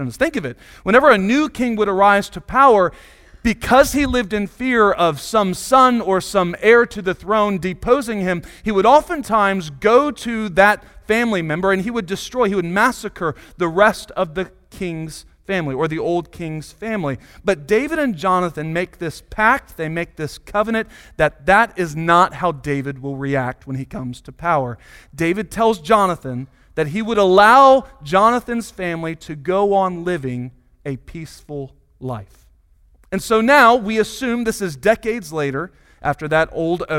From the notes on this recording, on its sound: Sunday Morning Sermon Audio